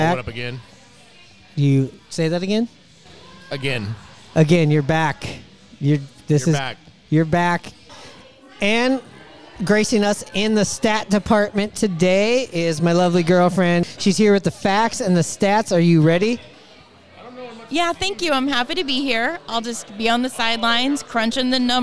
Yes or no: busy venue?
yes